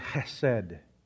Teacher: It has that sort of guttural H at the beginning of it.